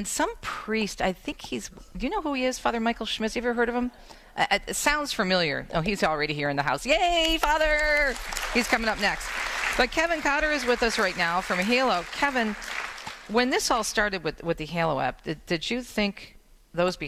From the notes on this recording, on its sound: broadcasts live from the Grand Hotel on Mackinac Island